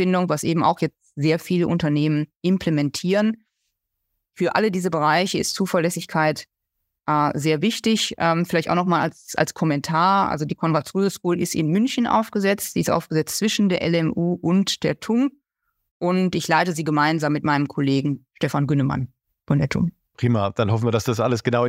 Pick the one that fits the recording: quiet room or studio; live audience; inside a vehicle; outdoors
quiet room or studio